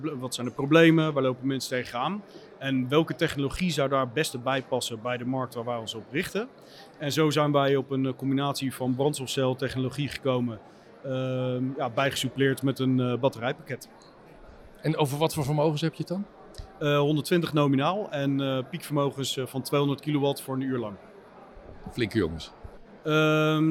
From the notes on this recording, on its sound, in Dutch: Bij het iTanks Waterstof010 Café op 14 april 2023